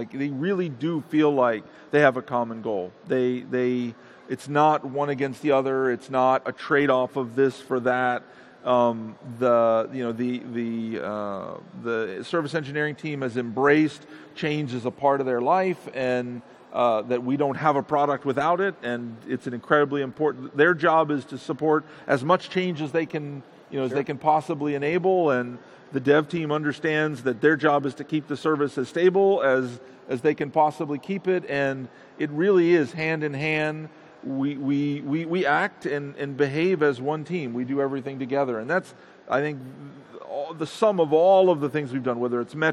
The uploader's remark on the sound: Live at Ignite 2015